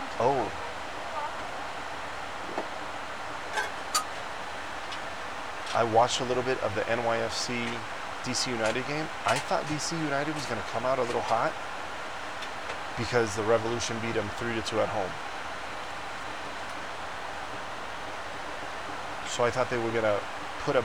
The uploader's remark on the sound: This week I recorded the episode on a PLANE! I few times I had to stop because passengers would ask for something or just look at me. Forgive the noise of the plane.